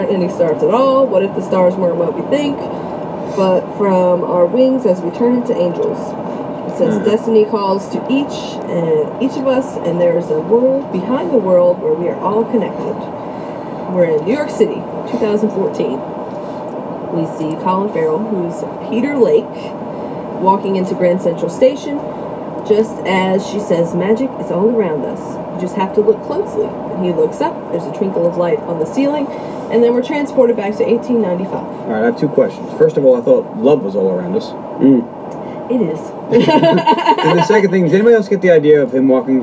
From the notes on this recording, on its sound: we had some technical difficulties and this episode is not the best